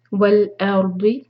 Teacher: الف لائٹ، را ہیوی اور ضاد ہیوی